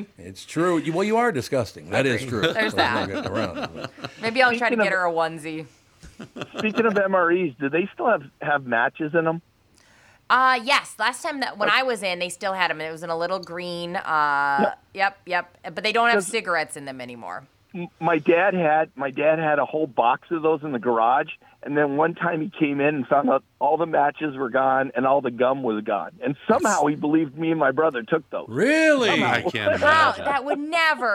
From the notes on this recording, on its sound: Joins via phone. Stops by the studio. Calls into the show.